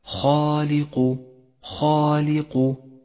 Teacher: المثال الأول اقرأ كلمة خالق خالق وانتقل ببراعة بين التفخيم والترقيق فالخاء مفخمة والألف التي بعدها تتبعها في التفخيم بينما حرف اللام حرف مرقق دائما وحرف القاف بعده حرف مفخم دائما